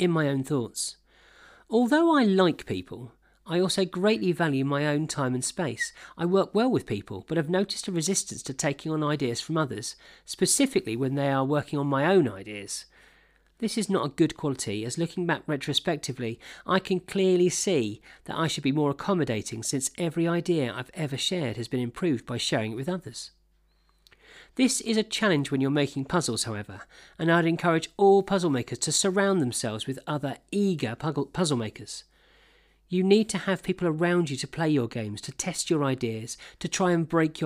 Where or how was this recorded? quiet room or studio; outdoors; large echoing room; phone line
quiet room or studio